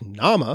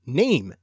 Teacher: the long ah in Middle English nama became name in modern English. This sound change is called the great vowel shift because it affected the whole system of long vowels, with each vowel in turn moving in its position in the mouth.